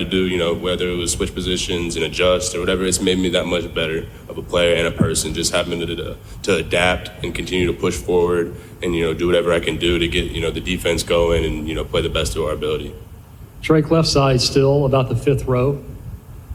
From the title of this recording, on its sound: FULL NC STATE PRESS CONFERENCE, ACC KICKOFF 2022